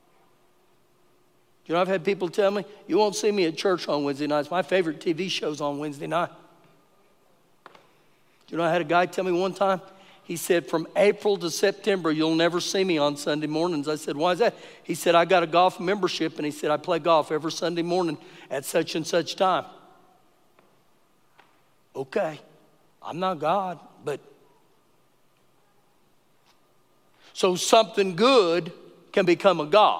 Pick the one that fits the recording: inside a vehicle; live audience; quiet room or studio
live audience